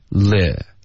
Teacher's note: 面我们有 listen， le 的这个 e 的音经常会被发成 li e 的音，因为中文有 li 的这个发音，可是英文的这个呢舌头要稍微低一点，从 li 变成 le